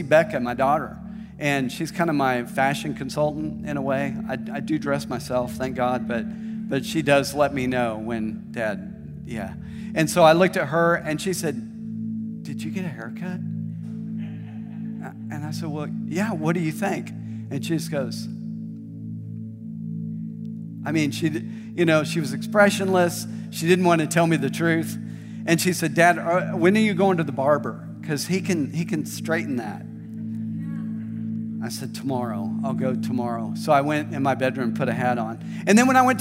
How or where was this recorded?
large echoing room